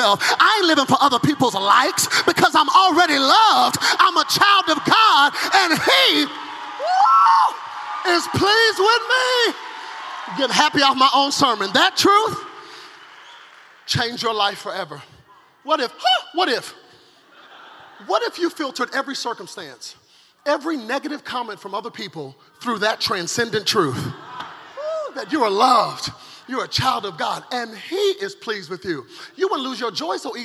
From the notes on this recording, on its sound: From the 2017 Zoe Conference